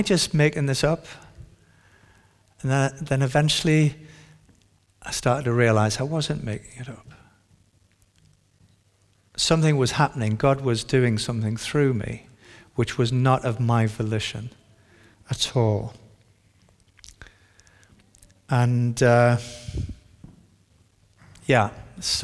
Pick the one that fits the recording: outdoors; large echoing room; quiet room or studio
large echoing room